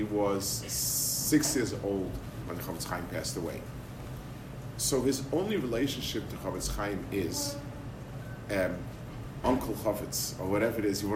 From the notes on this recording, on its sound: Delivered 2/12/22 at Katz Yeshiva High School of South Florida